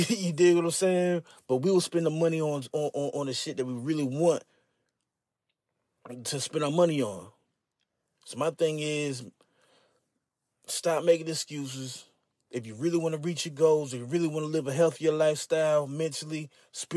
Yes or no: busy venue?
no